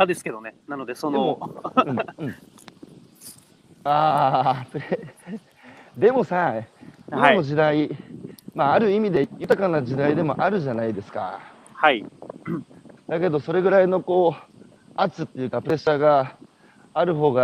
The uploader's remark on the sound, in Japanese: 八代海に浮かぶ、鹿児島県最北端の小さな島「獅子島」。歩きながら1時間、対談する。